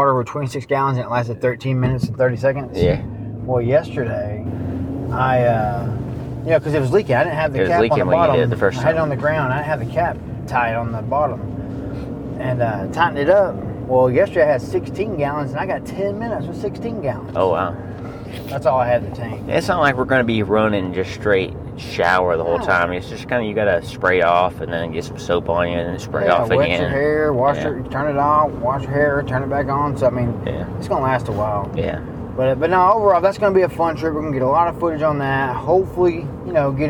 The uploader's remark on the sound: Catching Up in the Truck. We had a short pod in the truck heading to work.